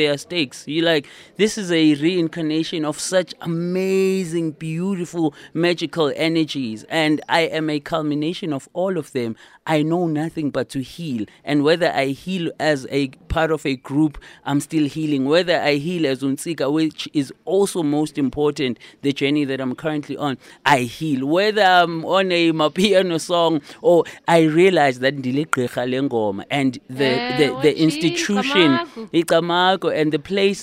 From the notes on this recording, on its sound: Live at State Theatre. Live at the South African State Theatre (Tshwane).